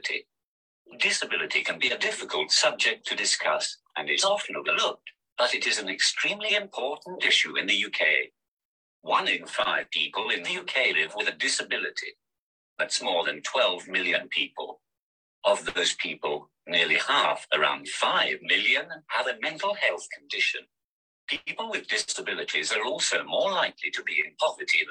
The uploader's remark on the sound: Live Zoom Book Launch